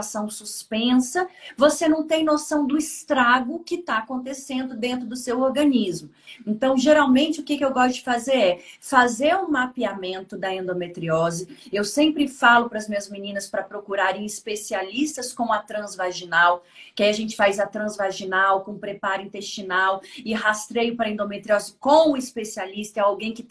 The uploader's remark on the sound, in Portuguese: Live do IG